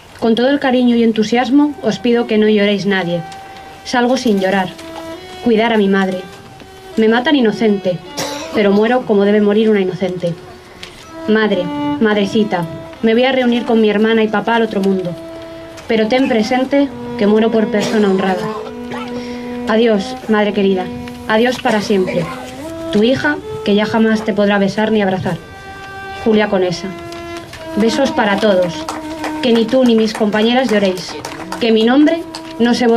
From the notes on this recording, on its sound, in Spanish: El audio del homenaje a las mujeres víctimas del franquismo que tuvo lugar en el Cementerio del Este de Madrid. El acto fue organizado por la Plataforma en defensa del Memorial.